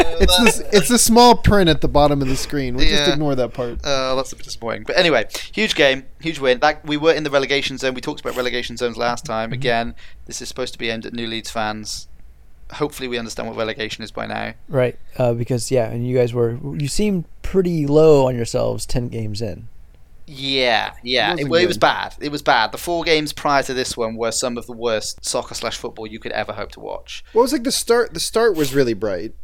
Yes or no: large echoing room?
no